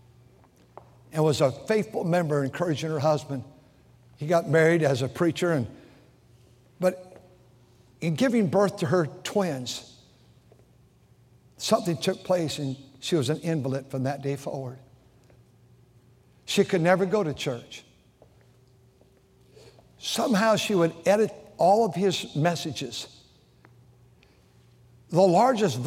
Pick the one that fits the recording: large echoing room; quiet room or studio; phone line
large echoing room